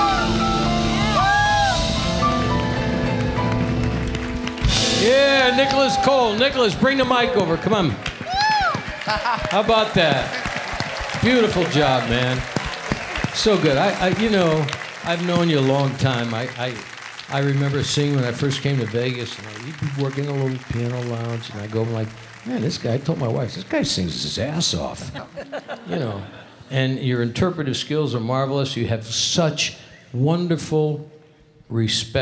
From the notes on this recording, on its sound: Live at the South Point Casino.